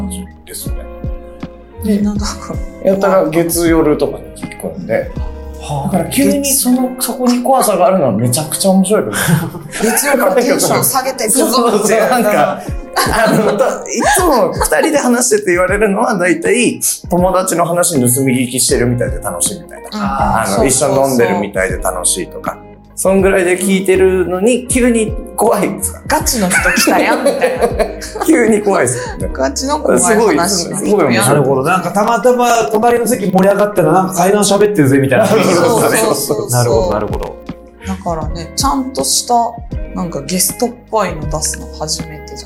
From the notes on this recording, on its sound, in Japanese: なぜか音声にノイズがはいっております。